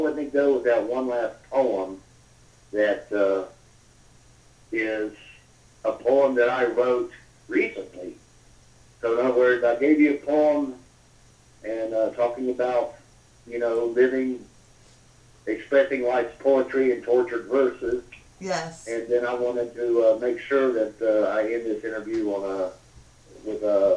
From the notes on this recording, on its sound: Via a phone interview.